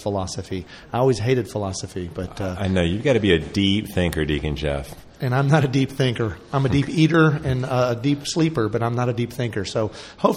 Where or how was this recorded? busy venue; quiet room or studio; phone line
busy venue